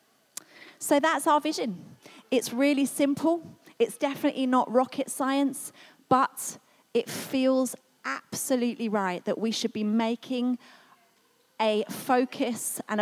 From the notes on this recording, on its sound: This was recorded at Skylark Church on 6th October 2019 at Vision Sunday.